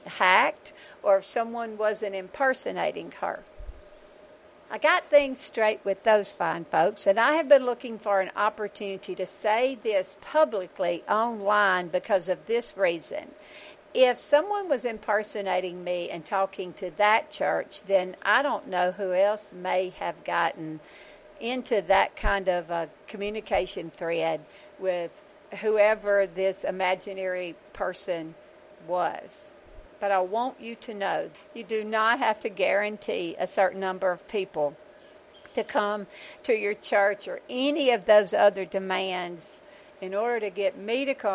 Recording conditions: outdoors